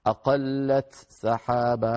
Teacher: أقلت سحابة بتاء مظهرة بعدها سين. أعود فأقول هي بحاجة إلى شيء من الانتباه لأن فيها ثقل بسيط. · Term: بالإظهار